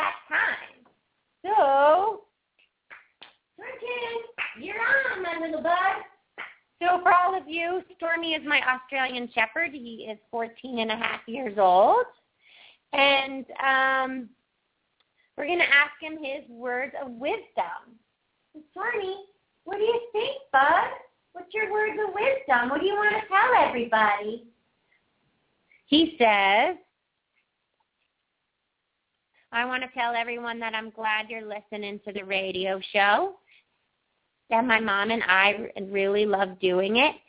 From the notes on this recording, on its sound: open up the lines for listeners to call